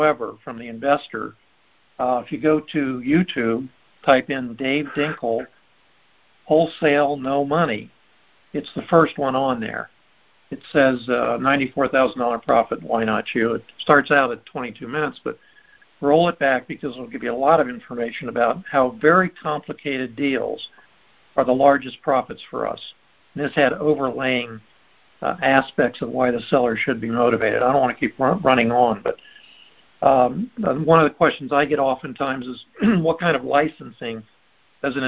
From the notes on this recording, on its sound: Recording posted: Our group call